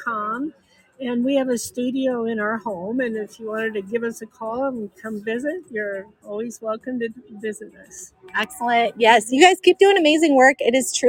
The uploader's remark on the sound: Live at the International Log Home Show in Denver. Interview some of the vendors at the International Log Home Show in Denver.